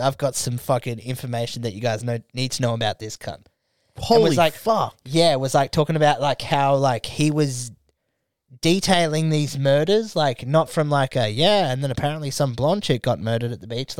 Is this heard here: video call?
no